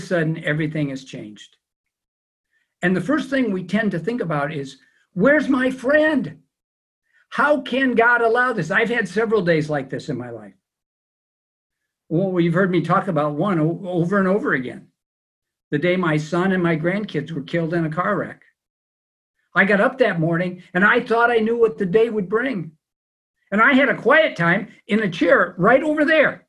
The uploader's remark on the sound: It's also our first teaching via Zoom during a time of social distancing.